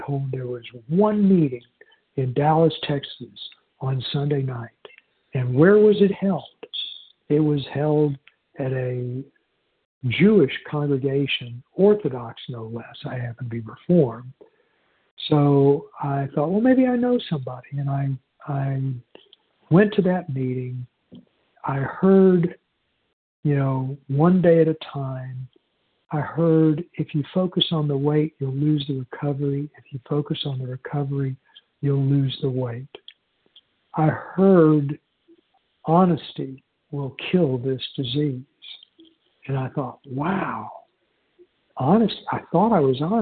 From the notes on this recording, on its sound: 100 Pounders Phone Meeting